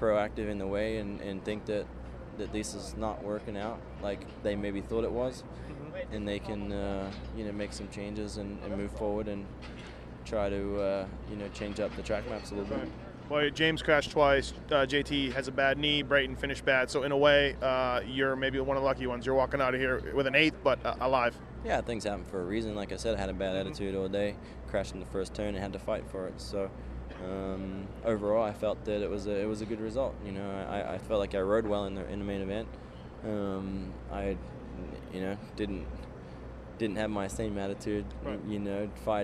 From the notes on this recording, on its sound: Post race interviews from Houston